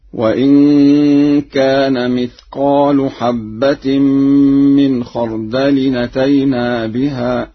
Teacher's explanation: فقد قرأها ورش مثقال برفع اللام